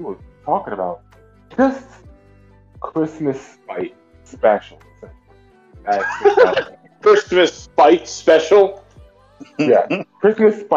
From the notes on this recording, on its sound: Once again please excuse the mic issues.